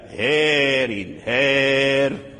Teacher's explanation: فأخبر الناظم رحمه الله أن الوقف على الراء بالسكون لا يمنع الإمالة، وهذا خاص بورش، خاص بورش في جميع هذا الفصل، وأيضا يخص قال في قوله هارين، لو وقفنا على هارين فنقف عليها بالسكون الراء وتبقى الإمالة هارين هير. إذن فالوقف لا يؤثر على على على على الإمالة.